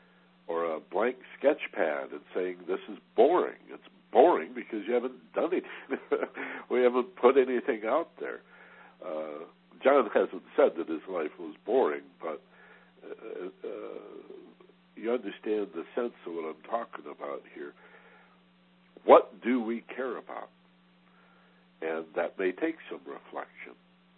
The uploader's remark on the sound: in a live Teleconference